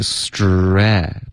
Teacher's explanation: 这个双元音 stray，嘴巴要张开，air 再滑到 e